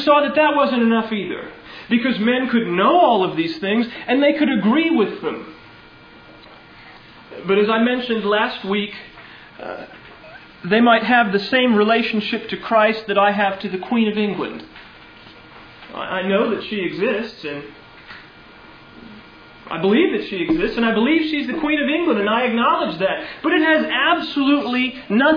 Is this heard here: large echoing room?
yes